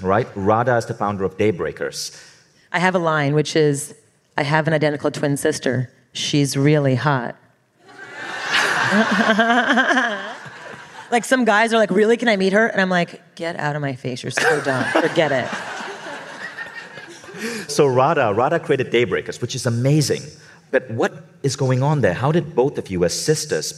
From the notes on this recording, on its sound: Live bonus Q&A session.